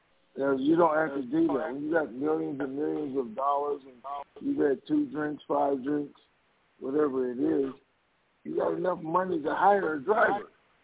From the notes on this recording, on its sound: TNTSuperfantastic Conference Call